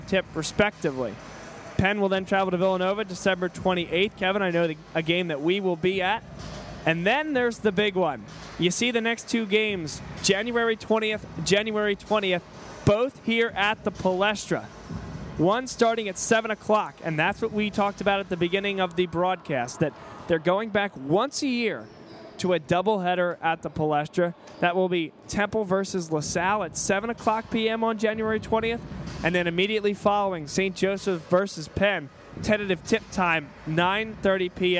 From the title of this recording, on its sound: Live From The Palestra